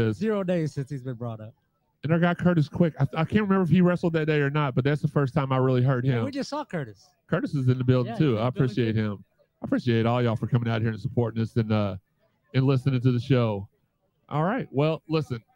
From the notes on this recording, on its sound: Coming to you live from the Collision Course Crew Tailgate! Goes live via Restream. We celebrated live from the Collision Course crew Tailgate with great food and drinks alongside great friends and music.